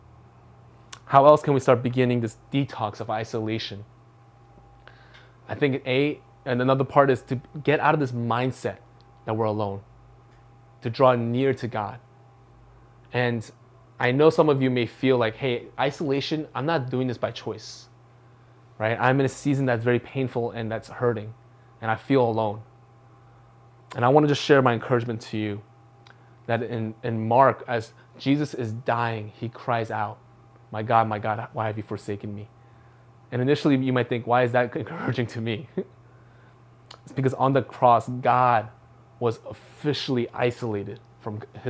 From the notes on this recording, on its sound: from the February 21, 2021 Live Worship Service